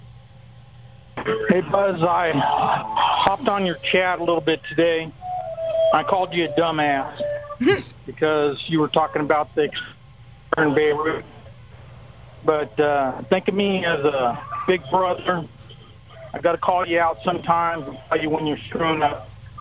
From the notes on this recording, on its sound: Listeners call